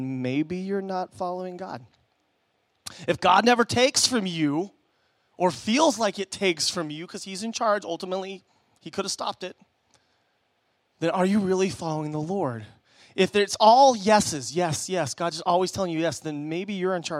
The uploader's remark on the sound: Preached at Emmaus Church on Sunday, October 27th, 2019.